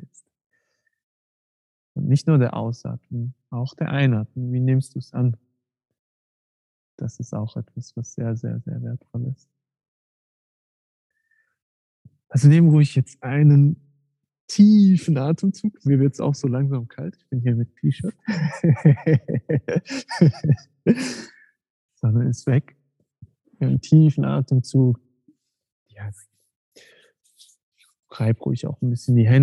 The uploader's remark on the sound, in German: Gemeinsamer Austausch auf zoom. Die Zuhörer sind live dabei und haben die Möglichkeit direkte Fragen zu stellen oder Meinungen zurückzumelden.